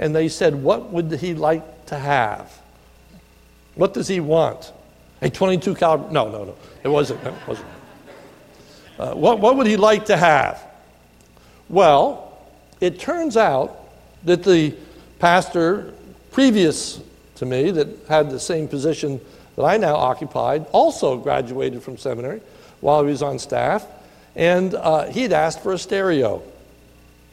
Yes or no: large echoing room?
yes